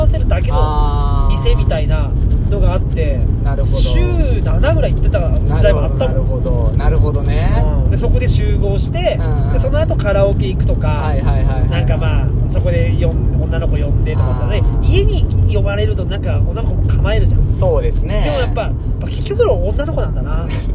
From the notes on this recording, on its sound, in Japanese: 営業中の車の中で